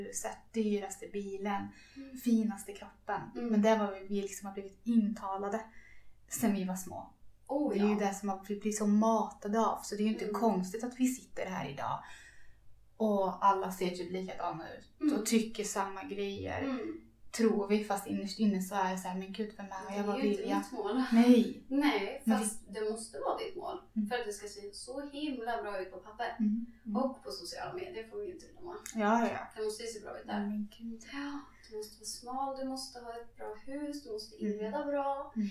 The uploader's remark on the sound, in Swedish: Vårt absolut första avsnitt, vi brottas med mickar och ljud vilket kanske inte blev den bästa kvalitén. På med headsetet.